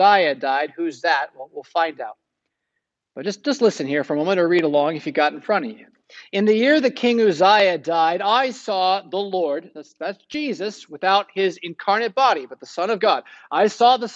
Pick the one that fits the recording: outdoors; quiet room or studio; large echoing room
large echoing room